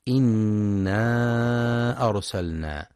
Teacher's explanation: ينتبه القارئ لتفخيم راء أرسلنا، فهي ساكنة وما قبلها مفتوح، وينتبه للمد المنفصل في إنا أرسلنا، يمد 4 أو 5 حركات في رواية حفص